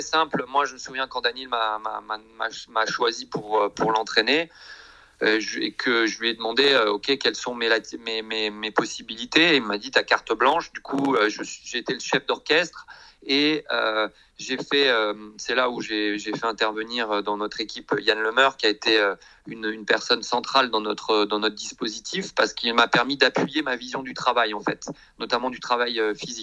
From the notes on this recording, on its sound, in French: notre entretien téléphonique